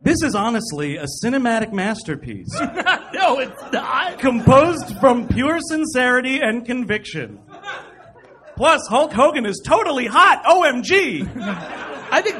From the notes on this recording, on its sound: The first of two shows taped at the LA Podfest Preview Night. At the Hollywood Improv! Recorded in front of a sold-out crowd.